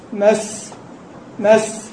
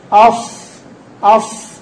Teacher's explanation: يميزهما الاستعلاء والإطباق في الصاد · Shown in: second take